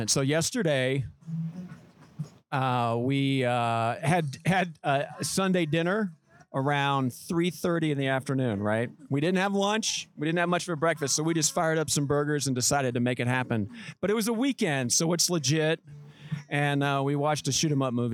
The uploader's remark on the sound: Live from Casa Bonita